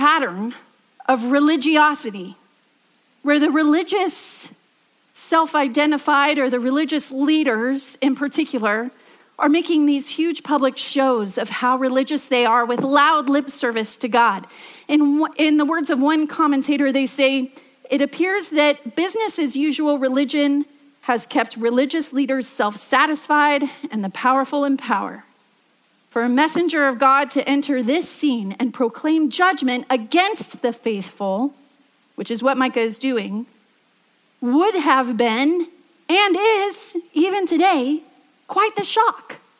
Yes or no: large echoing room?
yes